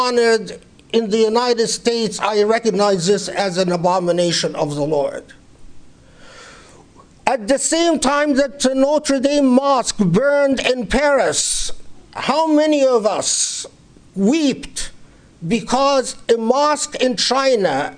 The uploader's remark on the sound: Delivered 19 April 2019 at the Islamic Center of Southern California, Los Angeles.